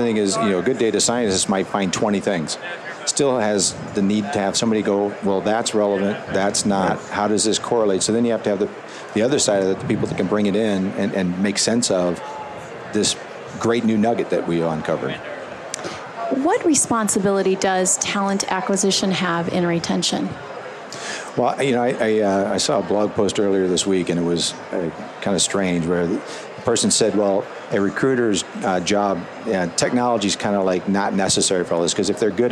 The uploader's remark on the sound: LIVE from Las Vegas, at #HRTechConf